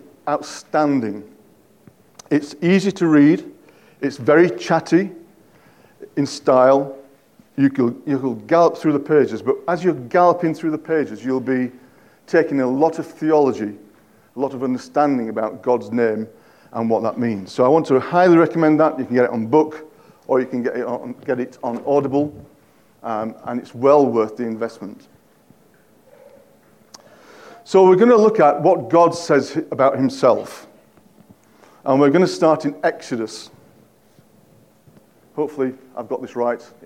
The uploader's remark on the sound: At King's Church, Cockermouth, as an audio file.